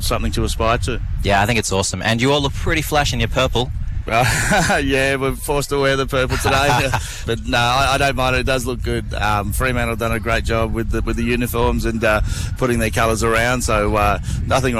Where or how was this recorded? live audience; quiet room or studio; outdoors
outdoors